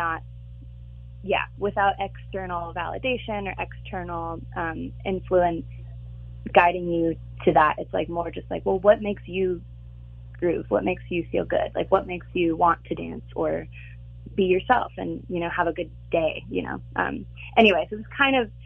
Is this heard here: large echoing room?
no